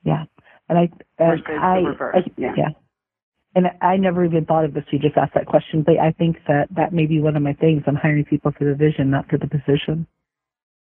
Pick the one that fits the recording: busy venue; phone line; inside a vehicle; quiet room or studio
phone line